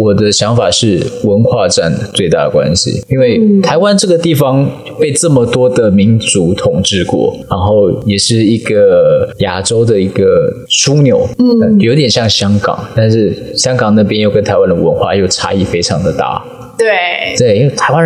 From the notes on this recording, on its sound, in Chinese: 這集的收音麥克風有點狀況，如果有不適請見諒。